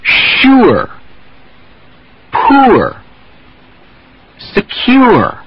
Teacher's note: Now let's attach the R shading to the hard oo sound and get the sound oor, as in sure, poor. Again, don't push the lips.